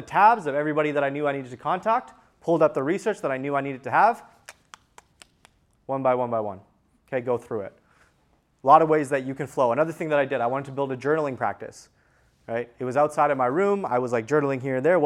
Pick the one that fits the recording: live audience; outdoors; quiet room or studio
live audience